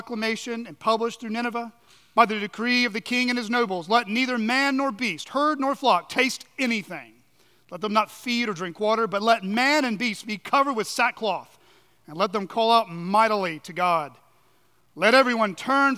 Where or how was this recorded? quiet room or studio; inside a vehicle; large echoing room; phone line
large echoing room